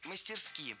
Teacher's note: Мастерски – это теперь тоже норма. Хотя раньше следовало ставить ударение исключительно на последний слог